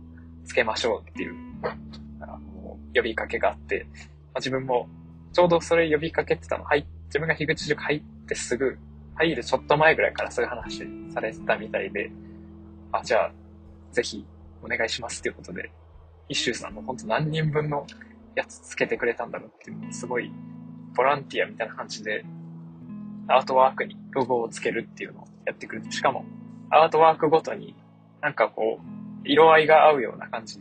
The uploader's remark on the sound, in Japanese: 2022年9月30日の夕方、運転中の車内にて収録